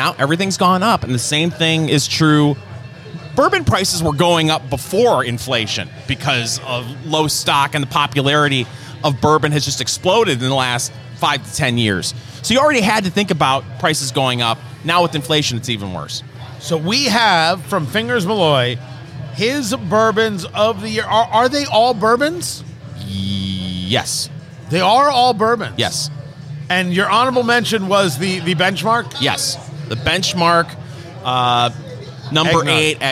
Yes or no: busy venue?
yes